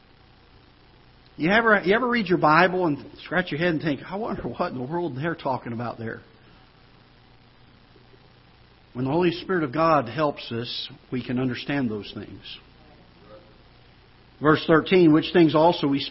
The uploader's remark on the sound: Ketha Heights Baptist Church ~ Live Broadcast